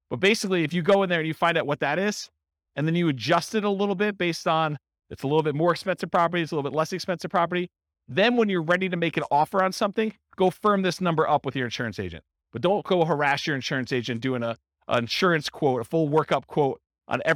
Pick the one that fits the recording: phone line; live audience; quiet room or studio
live audience